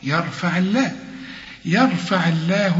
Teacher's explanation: العين مكسورة يبقى لفظ الجلالة هنرققه